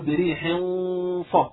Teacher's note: فعند نطق للغنة يعني يكون مخرج الصاد يعني كأنه جاهز، يعني مباشرة استعد لمخرج الصاد، فأقول بريح ص أثناء الغنة أكون مستعد تماما لمخرج الصاد أو للصاد نفسها، ويكون اللسان قد قرب من مخرج الصاد لأنه مباشرة إذا انتهت الغنة أكون قد تجهز للنطق بالصاد. · Term: الإخفاء